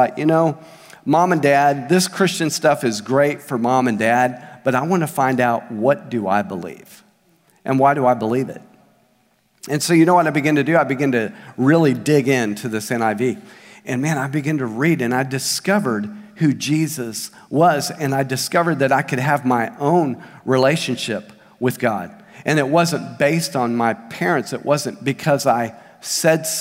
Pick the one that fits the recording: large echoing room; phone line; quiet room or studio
large echoing room